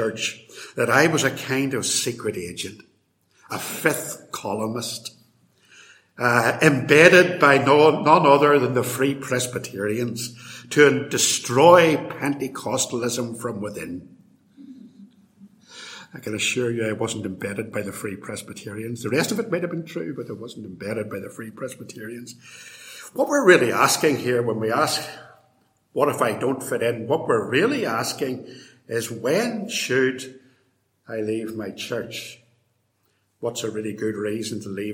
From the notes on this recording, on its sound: In this lecture, delivered at Templepatrick Reformed Church in February 2020